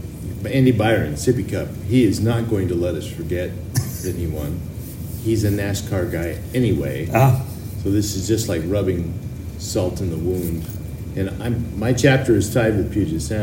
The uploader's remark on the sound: update from the convention at the Hennepin Technical College in Eden Prairie, MN.